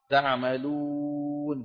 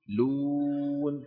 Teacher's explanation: شايفين الواو اللي قبل النون؟ لون، فساغ مد هذه الواو بسبب السكون · Term: ساكن عارض